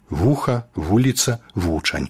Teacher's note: Перад пачатным вузкім галосным «і» ці «у» з'яўляецца блізкі да яго зычны «й» ці «в», які той галосны як бы прыкрывае спераду. Але не пад націскам падобнага звычайна няма. · Term: прыстаўны «в»